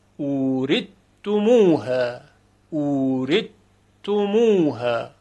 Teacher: دیگر صدای ثا سه نقطه شنیده نمیشه